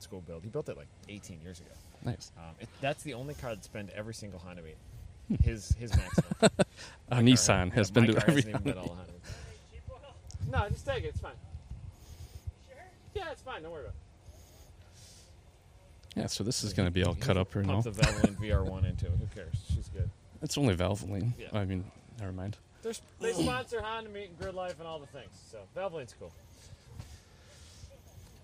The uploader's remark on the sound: In the Paddock at West Michigan Honda Meet 21